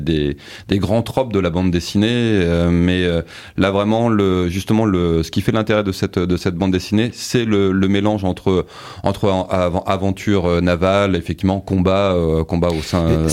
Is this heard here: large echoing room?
no